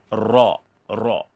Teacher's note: Ada getaran yang dipanggil takrir. Bergetar.